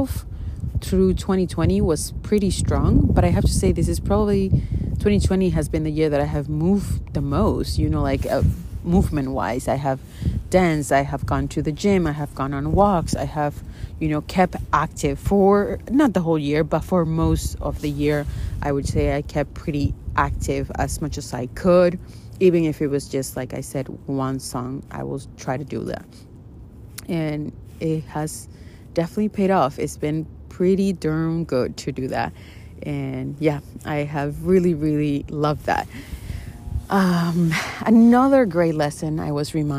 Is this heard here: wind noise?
yes